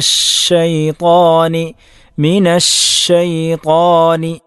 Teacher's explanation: അശ്ശൈത്വാൻ എന്ന പദത്തിൽ ഷീനിന് ശദ്ദുണ്ട്. അതുകൊണ്ട് തന്നെ തഫശ്ശി ഏറ്റവും കൂടിയ തരത്തിലായിരിക്കും, ശക്തമായിട്ടുള്ള ഒരു വിശേഷണം തഫശ്ശി അവിടെ ഉണ്ടാകും.